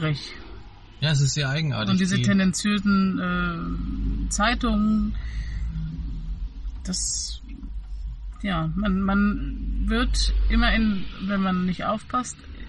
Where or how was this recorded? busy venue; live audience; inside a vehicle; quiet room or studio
inside a vehicle